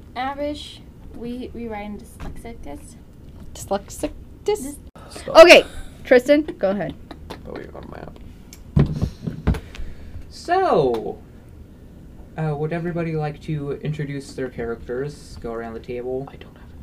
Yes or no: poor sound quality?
yes